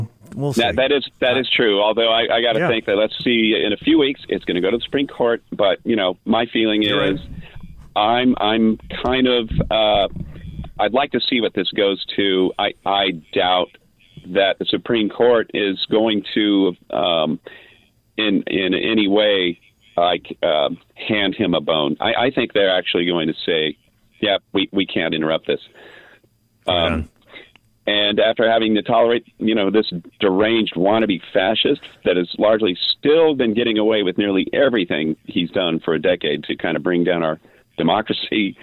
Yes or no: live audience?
no